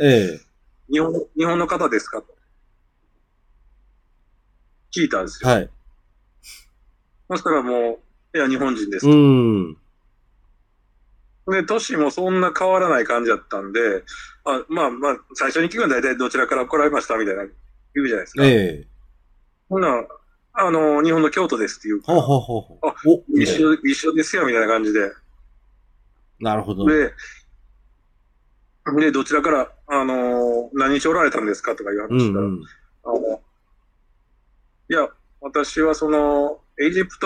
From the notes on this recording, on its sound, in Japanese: 今回の収録はオンラインで。